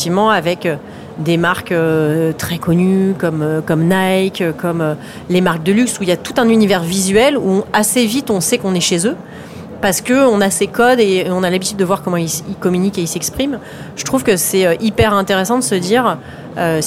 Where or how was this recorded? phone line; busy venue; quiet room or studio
busy venue